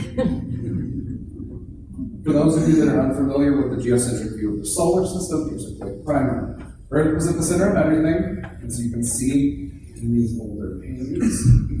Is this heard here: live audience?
yes